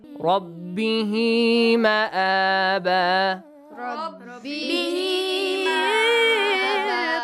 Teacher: There is a small ya after ha. Yes. So this is called ishba'. You gotta stretch the sound. Make it longer.